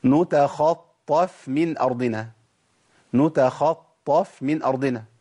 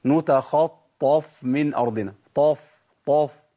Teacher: لابد من بيان ترقيق الفاء، الفاء منفتحة إيه؟ مستفلة، يعني مستفلة مرققة ومنفتحة · Shown in: first take